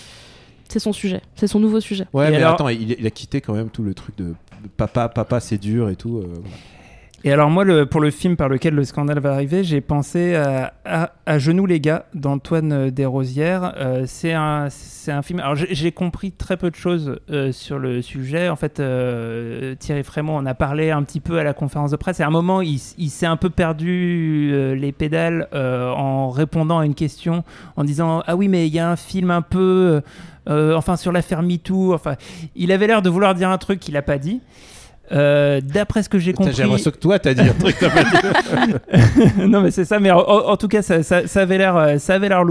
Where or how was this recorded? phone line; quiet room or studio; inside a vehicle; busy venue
busy venue